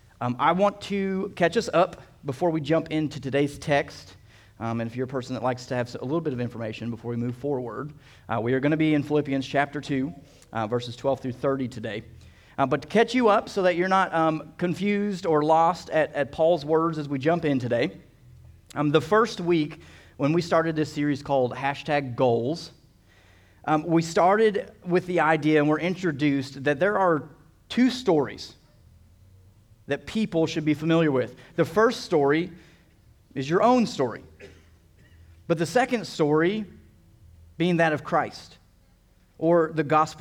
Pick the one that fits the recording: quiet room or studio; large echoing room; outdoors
large echoing room